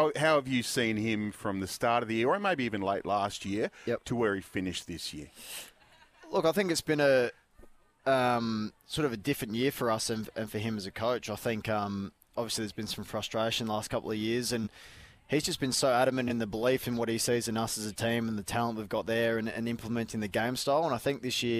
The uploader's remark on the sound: live from the grand opening of Tool Kit Depot Seaford